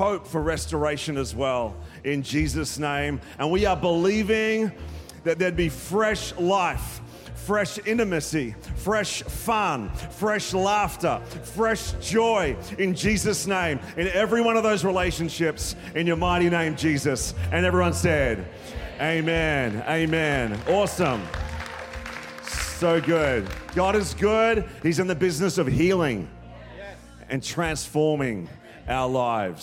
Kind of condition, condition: setting, large echoing room